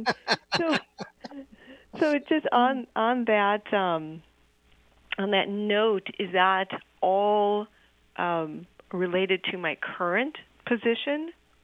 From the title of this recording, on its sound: Call In Readings